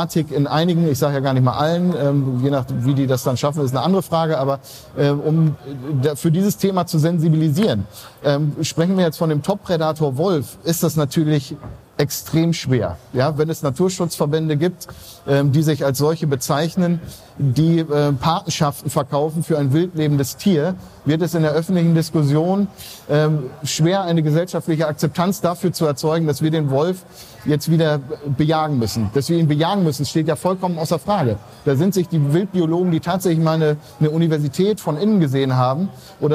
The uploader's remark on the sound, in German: Messe-Rückschau 6/6. Die Tonqualität ist einer Besuchermesse entsprechend und nicht mit den Studio-Folgen vergleichbar.